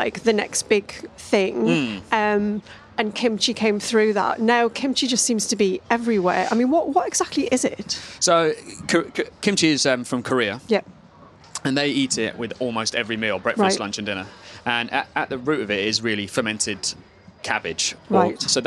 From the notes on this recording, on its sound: This podcast was recorded live at the Tower of London Food Festival.